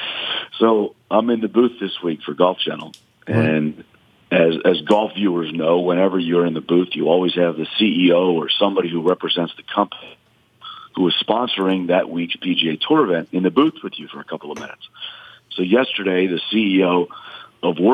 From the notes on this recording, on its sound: Calls in from Paris. Phones.